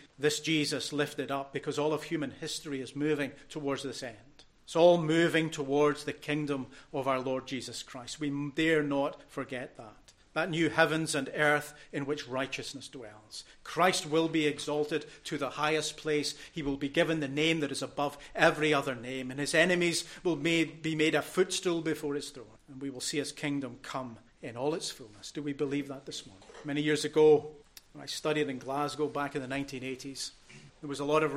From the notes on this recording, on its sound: recorded at North Harris Free Church on the morning of Sunday, 4th February 2024